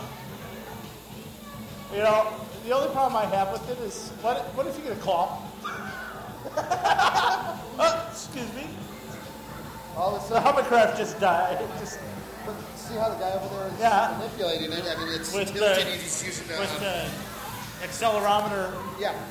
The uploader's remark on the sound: I took the IPhone and recorded some of the shopping trip at Woodfield Mall.